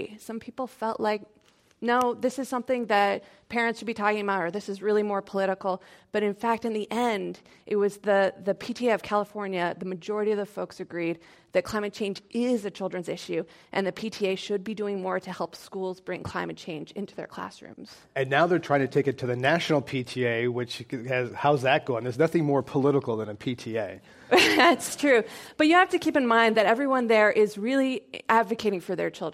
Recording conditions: live audience